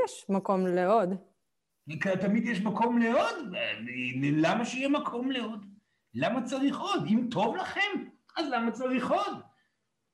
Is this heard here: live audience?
yes